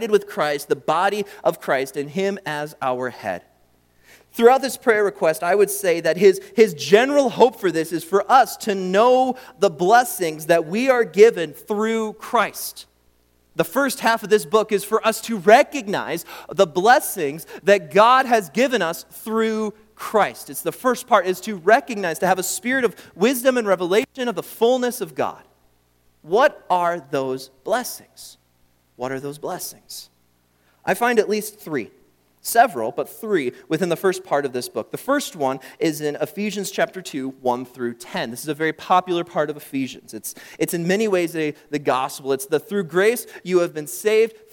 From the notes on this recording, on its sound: during the Morning Worship Service on Sunday, April 16, 2023, at Calvary Baptist Church in Battle Creek, Michigan